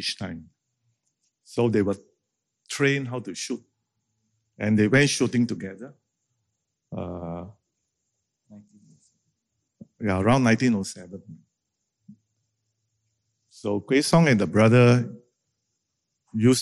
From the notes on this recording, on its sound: This conversation was recorded live in March 2019 at National Gallery Singapore